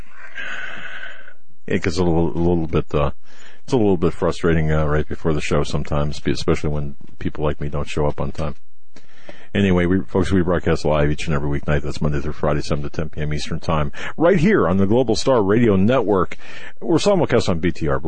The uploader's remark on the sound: News followed by Open Phone Lines on The Hagmann Report. Open phone lines in the last 2 hours.